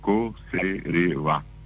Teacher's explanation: Se hizo una adaptación fonética, y de conserva, que tiene un acento llano en el medio, y como el guaraní tiene el acento final, la palabra quedó en co-cere-va. Es una consonante, una vocal, consonante vocal y el acento final.